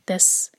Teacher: جب سین پر رک آئیں تو سیٹی جیسی آواز کلیئر آئے، تس، تف نہ آئے ورنہ وہ تھا کی آواز آئے گی.